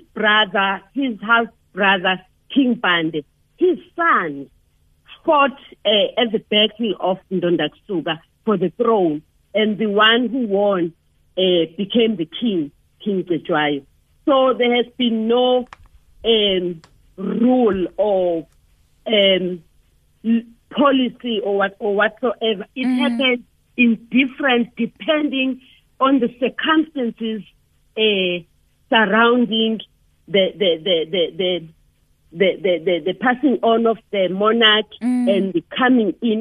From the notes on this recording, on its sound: we are joined on the line